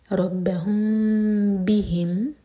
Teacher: تو یہ ہے اخفاء شفوی تو میم کو تھوڑا ہول کریں گے دو سیکنڈز لیکن ہوٹوں کو ٹائٹ بند نہیں کریں گے